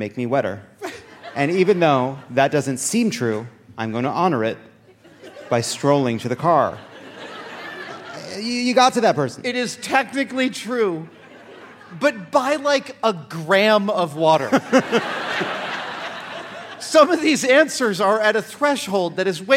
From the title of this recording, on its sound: Live from San Francisco!